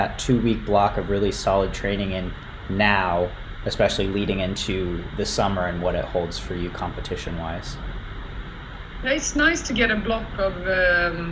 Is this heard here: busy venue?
yes